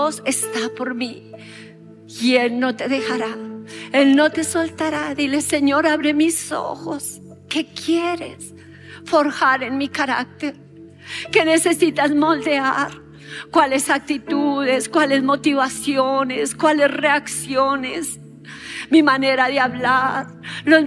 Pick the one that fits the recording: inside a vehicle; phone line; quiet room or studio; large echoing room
large echoing room